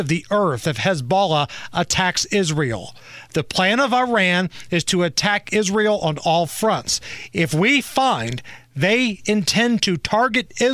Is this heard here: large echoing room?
no